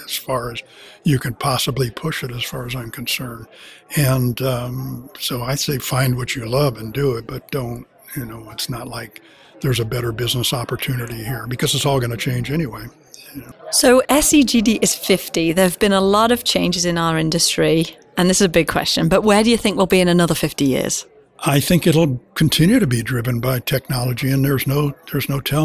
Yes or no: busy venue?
yes